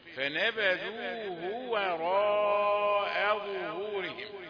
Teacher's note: كثيرون يقرؤون وراء ظهور، ولا تحس أن هناك شيئا، وهم لا يحسون أنهم ظلموا الواو ففخموها وهي لا تفخم بأي حال، لكن لأنها بجوار الراء فيقول وراء. · Term: واو رقيقة